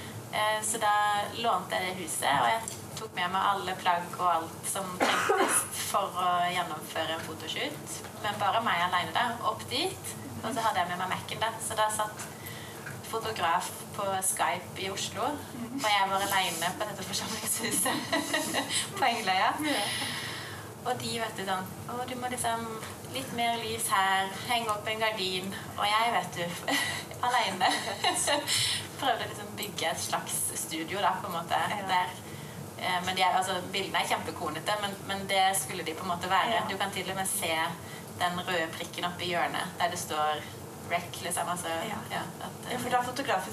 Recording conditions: poor sound quality